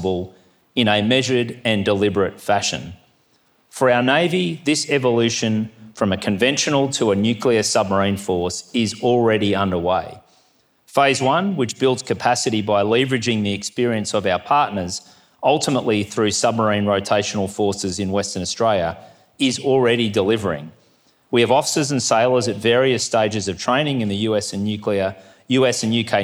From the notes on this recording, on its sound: 2023 Goldrick Seminar. Address at the Australian Naval Institute’s Goldrick Conference held in Canberra on 19 October.